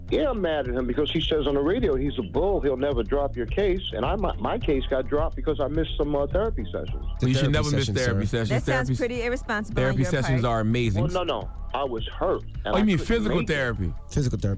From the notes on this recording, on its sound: we opened up the phone lines to see if our listeners thought it was a big deal to them